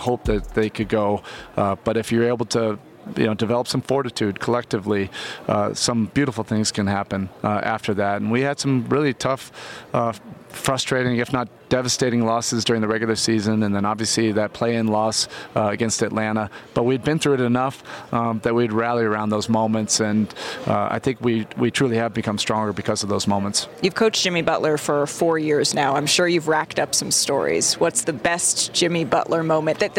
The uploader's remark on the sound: Live from Finals Media Day